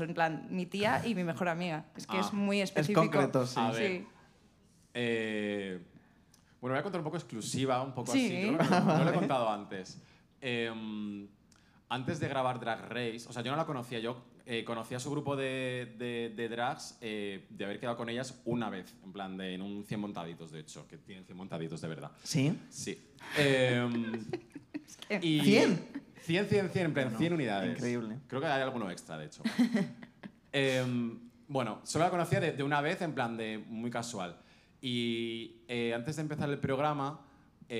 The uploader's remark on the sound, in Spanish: el programa que grabamos en el festival Soy Meme